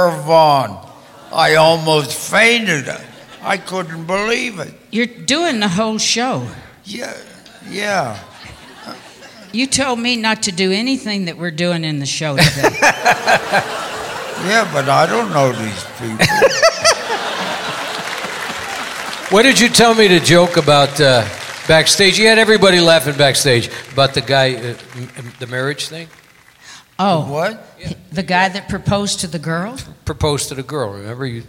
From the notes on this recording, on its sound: Live at the Souhtpoint